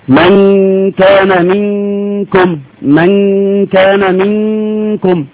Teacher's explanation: هتلاقي لساني قرب من مخرج النون · Term: الاخفاء رقم ثلاثة